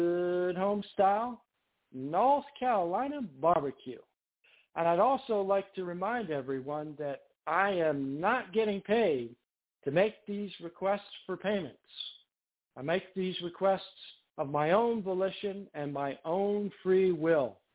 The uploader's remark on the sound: TNTSuperfantastic Conference Call